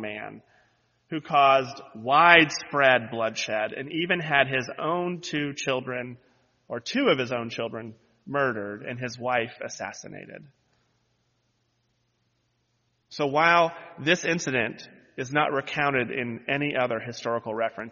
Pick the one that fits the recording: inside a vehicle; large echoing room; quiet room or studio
large echoing room